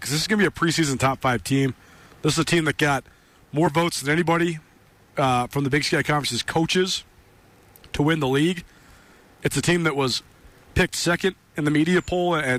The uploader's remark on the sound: LIVE from Bozeman for Montana State football media day